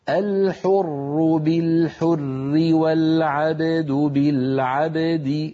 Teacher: إذن إن وقفنا نقول الحر بالحر، ولو وصلنا نرقق لأن الراء ستكسر